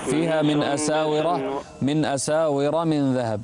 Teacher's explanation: الراء فخمها ما دامت مفتوحة